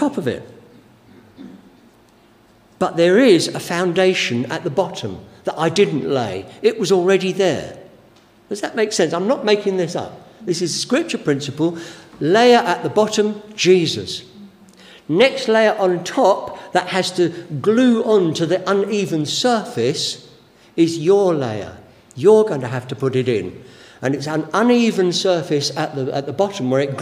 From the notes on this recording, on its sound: Given during the Oasis Church Live Stream.